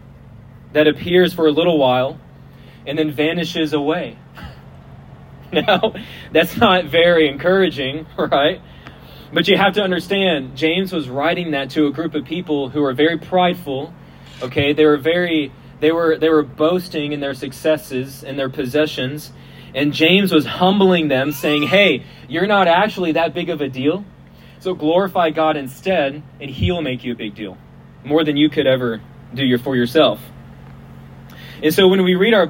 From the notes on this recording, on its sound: We apologize for the quality of the audio, as it was recorded outside.